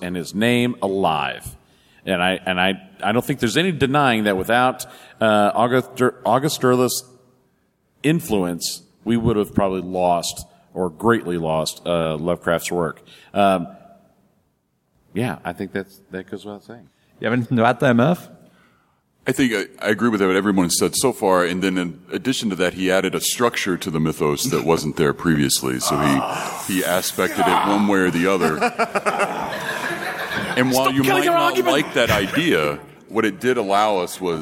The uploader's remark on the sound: We’re coming to you live from Necronomicon 2019. This was recorded a few weeks ago, but it was a live event at the time.